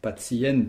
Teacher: Il y a deux c dans ce mot. Je rappelle qu'on les prononce ts, comme dans la mouche tsetse.